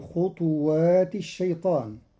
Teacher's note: قرأ قالون كلمة خطوات بإسكان الطاء مقلقلة